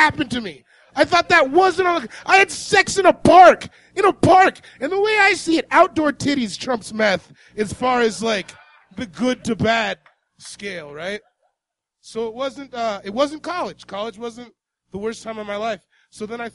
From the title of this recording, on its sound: Live at High Plains Comedy Festival